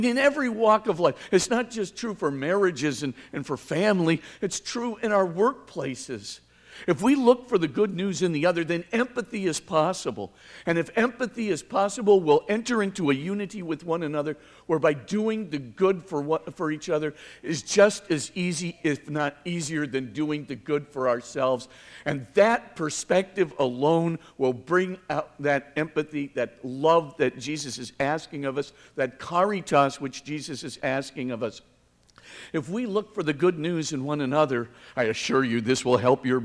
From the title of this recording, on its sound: 2019 Commencement Address